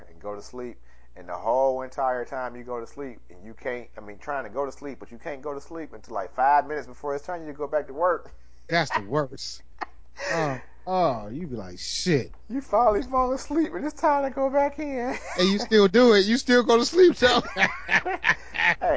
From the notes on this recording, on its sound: Forgive the sound quality